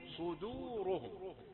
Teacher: الدال رقيقة نتحاشى تفخيمها لأن الصاد قبلها